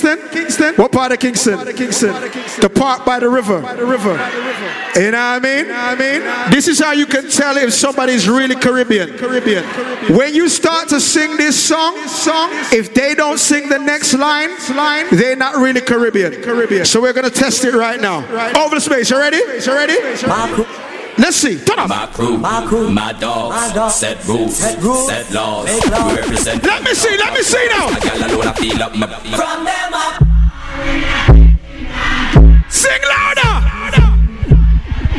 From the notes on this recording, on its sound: Live audio from me in the clubs